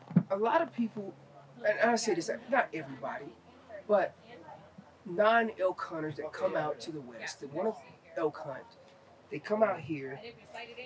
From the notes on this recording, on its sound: Live from the second annual Western Hunt Fest. After two days of elk-calling competition, seminars, and 3D courses.